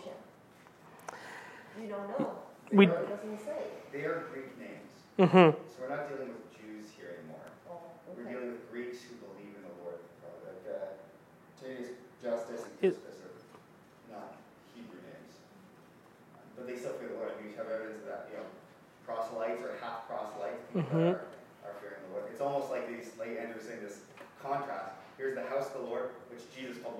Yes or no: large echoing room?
yes